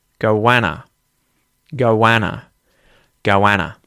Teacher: how are we joining those first two vowel sounds in O and A? Goanna. We're doing it with a W sound.